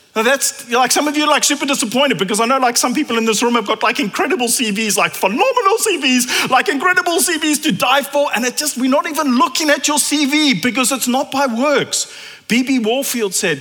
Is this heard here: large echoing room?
yes